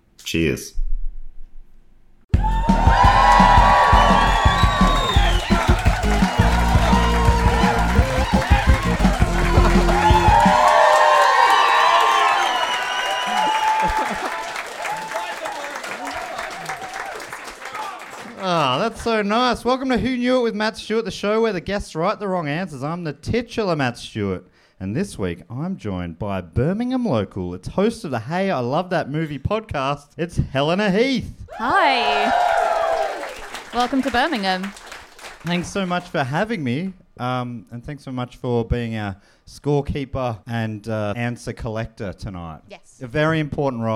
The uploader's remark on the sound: Recorded live in Birmingham, UK!